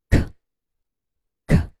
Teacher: 紧贴软腭，形成阻碍，气流冲开阻碍后冲出口腔，声带不振动，这是一个清辅音哦